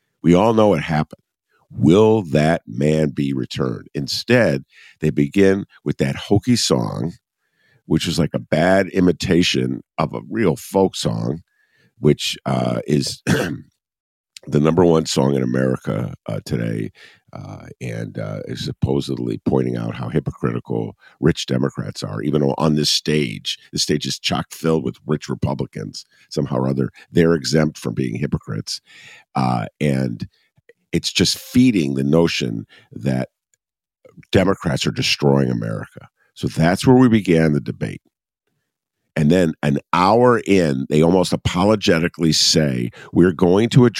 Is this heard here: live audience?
no